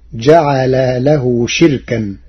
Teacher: قرأ ورش كلمة شركاء بكسر الشين وإسكان الراء وحذف الهمزة فتصير جعل له شركا، أي اسم مصدر.